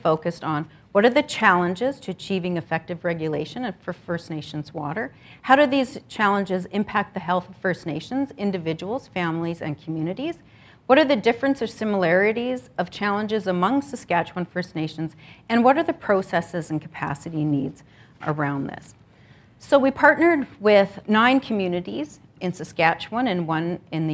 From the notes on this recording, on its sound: This episode is based on a keynote presentation. At the fourth annual “Create H2O” First Nations Water Research Conference, organized by the University of Manitoba’s Centre for Human Rights Research.